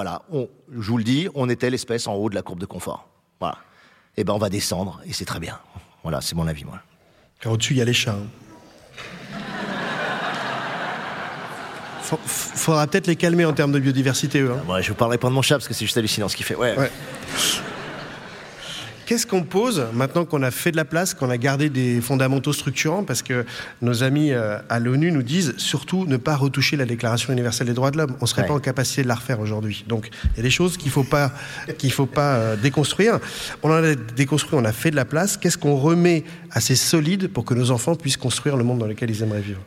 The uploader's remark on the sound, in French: Une conversation exceptionnelle en direct du théâtre des Bouffes du Nord